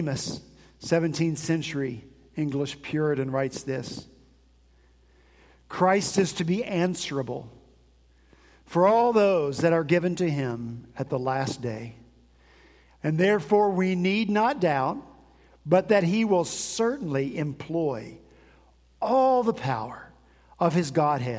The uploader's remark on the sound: At Redeemer Presbyterian Church in Charleston, SC.